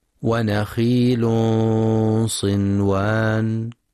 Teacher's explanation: تنوين بعده صاد، إخفاء حقيقي بغنة مفخمة